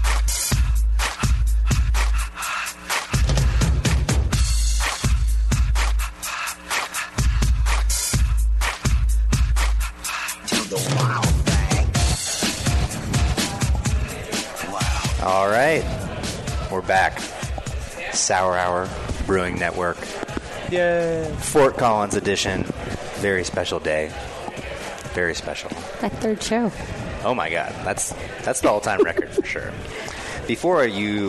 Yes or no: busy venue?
yes